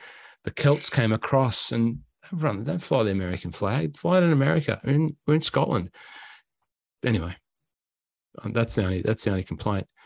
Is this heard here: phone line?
no